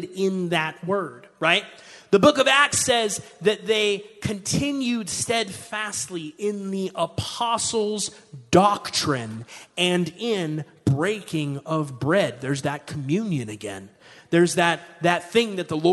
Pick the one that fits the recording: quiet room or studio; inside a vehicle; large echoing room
large echoing room